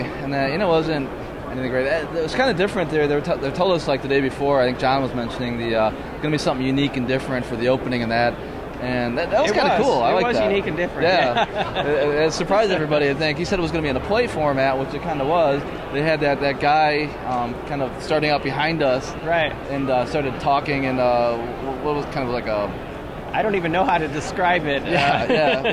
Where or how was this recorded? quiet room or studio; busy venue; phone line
busy venue